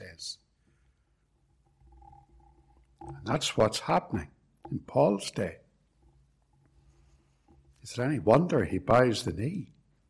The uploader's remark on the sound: It was preached at both Ballymacashon and Templepatrick reformed Church, and was recorded at Templepatrick.